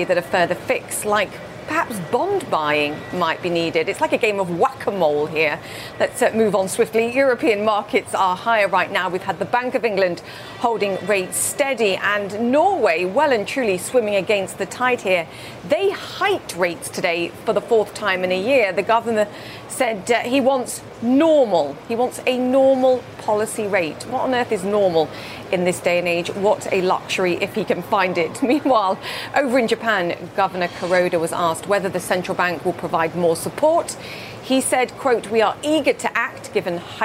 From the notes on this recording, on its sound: live from the New York Stock Exchange